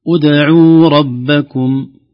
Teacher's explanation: العين فيها مد طبيعي يعني ليست ضمة فقط فيها واو. ادعوا ربكم لا ليس مدا زائدا على الطبيعي مد طبيعي جدا.